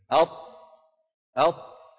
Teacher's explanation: صحيح إن الطاء من طرف اللسان مع أصول الثنايا العليا، ولكن أقصى اللسان مرتفع